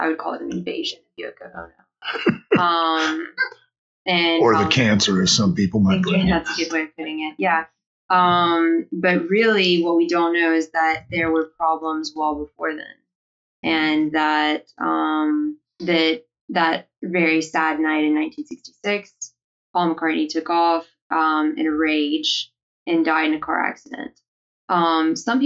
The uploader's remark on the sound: This one had some problems with audio and we re-recorded it later.